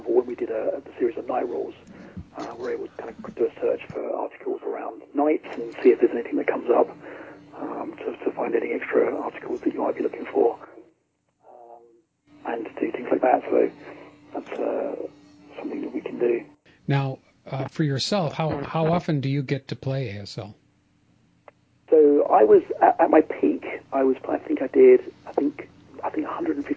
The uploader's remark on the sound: The audio quality is a bit uneven